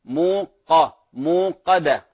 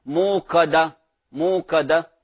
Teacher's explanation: لولا الاستعلاء في القاف لصارت كاف · Shown in: first take · فلا يصح أن نقول موكدة موكدة وهكذا.